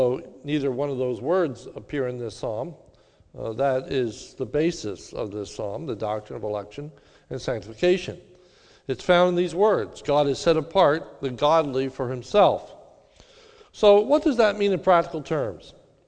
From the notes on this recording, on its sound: This is a sermon recorded live at the Lebanon Bible Fellowship Church in Lebanon, PA during the evening service on 08/01/2021